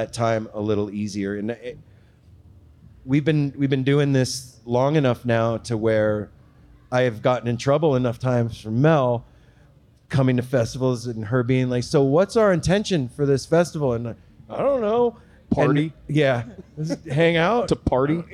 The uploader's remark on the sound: Cascade Equinox Festival Week. Our live podcast on Day 2 from the Cosmic Drip stage.